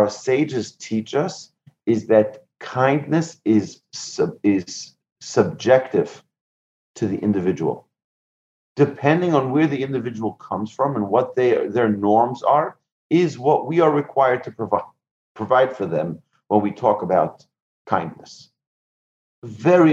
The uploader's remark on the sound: Recorded presentation to an online audience at Cong. Beth Yeshurun on May 31, 2020, in Houston, Texas.